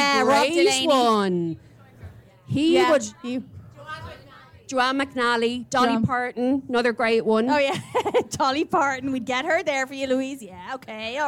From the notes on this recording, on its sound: This week we have a special episode for you recorded at Beyond the Pale festival in Wicklow. It rained and it poured but it didn't dampen our spirits!